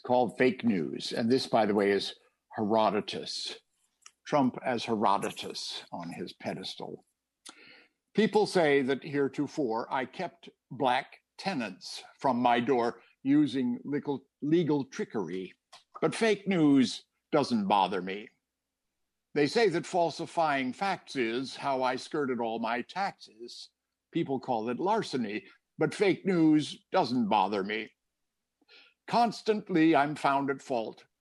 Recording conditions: video call